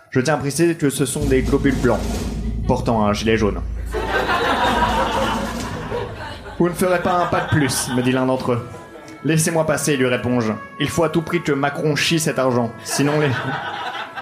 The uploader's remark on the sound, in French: Enregistré en live et en public au One More Joke.